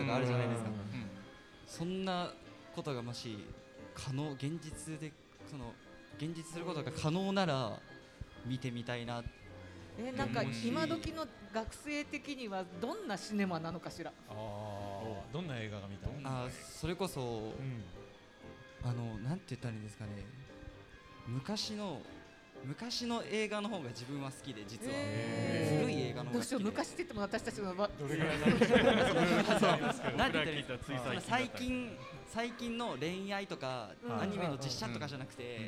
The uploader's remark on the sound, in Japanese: 公開収録パート②。ガーデンズ千早1stアニバーサリーで、九州産業大学地域共創学部の学生によるワークショップを開催しました。ちはや公園でどんなことがやってみたいかを来場者の方へ緊張しながら開催しました。また、学生によるMCで公開収録した模様をお届けします。